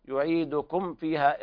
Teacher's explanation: إظهار شفهي لوقوع الفاء بعد الميم الساكنة